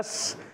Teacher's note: نس پھر وہی سین جو ہے کھڑی حرکات میں بھی ہے، سین پر کھڑا زبر، ایک الف کھینچنا بھی ہے اور سیٹی کے ساتھ بھی ادا کریں گے